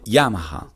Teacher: Inoltre l'accento è sempre sulla prima sillaba. Non ricorre sempre, ma spesso, in entrambe le lingue.